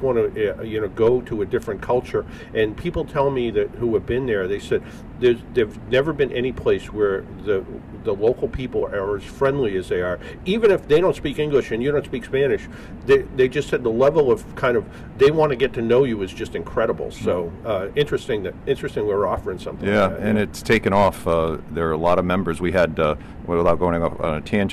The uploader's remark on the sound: Broadcasting live from the AAA Travel Marketplace at Gillette Stadium 2017